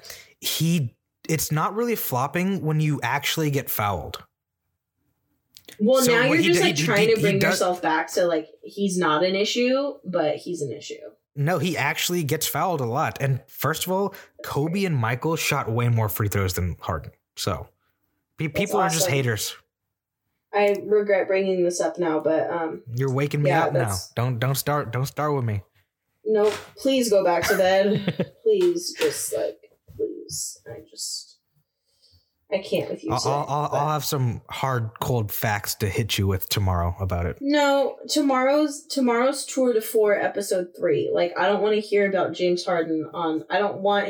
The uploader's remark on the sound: To boot we gave you some struggle bus audio. Lots of technical difficulties to start the year.